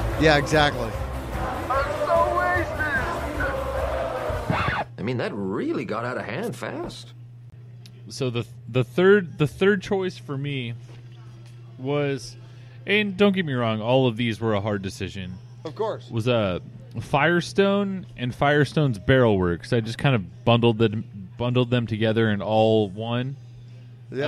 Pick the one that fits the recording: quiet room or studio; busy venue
busy venue